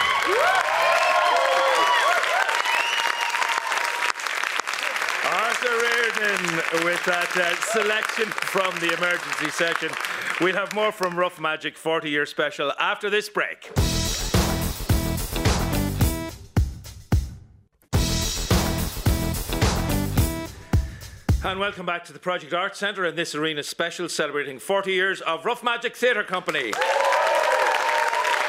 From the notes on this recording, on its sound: Tonight's Arena comes live from the Project Arts Centre in Temple Bar as Rough Magic celebrates 40 years.